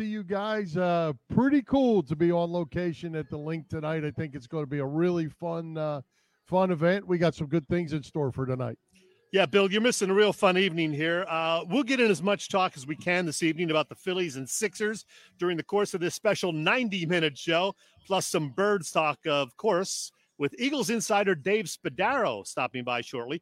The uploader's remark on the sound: Live From the Linc for Women Against Abuse Event. Live from Lincoln Financial Field!